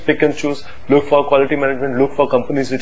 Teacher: cada vez que dicen la W, que pronuncian prácticamente una F